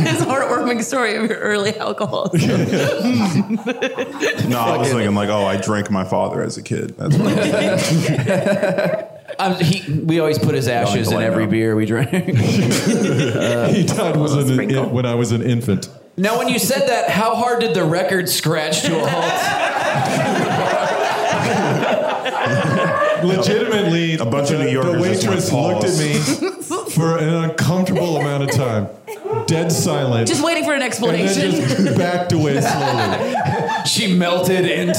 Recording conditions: live audience